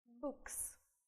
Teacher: Если у нас окончание «s» стоит после глухой согласной, то будет оно произноситься как «с».